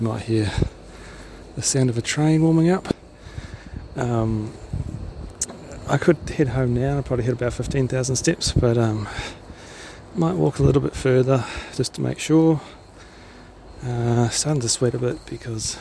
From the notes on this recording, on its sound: I add a little bit of audio to my blog entries by recording while I am walking.